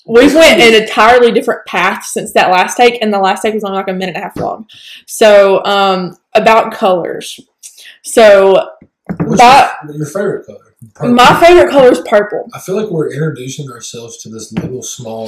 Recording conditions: poor sound quality